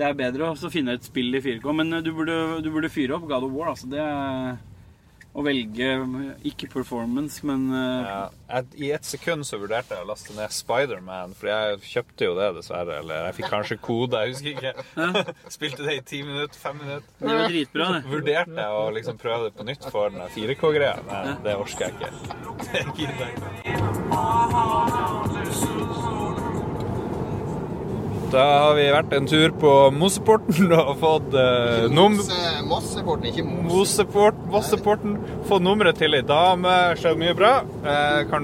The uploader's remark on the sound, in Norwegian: Lyden er ikke av studiokvalitet siden opptaket skjedde i en bil.